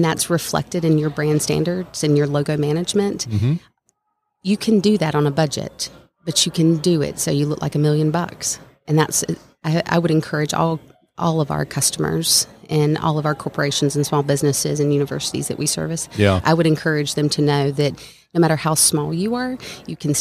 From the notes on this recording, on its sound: LIVE from SOAHR 2023. North Fulton Business Radio.